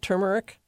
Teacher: The accent is on the first syllable of the word turmeric.